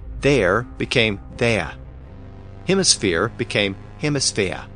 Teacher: In some words, the dropped R was replaced with a distinct uh sound.